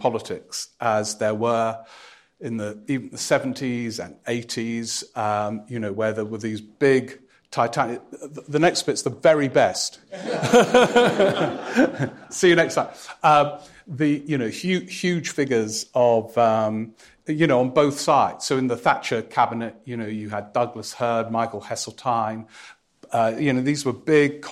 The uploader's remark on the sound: Live at the Edinburgh Festival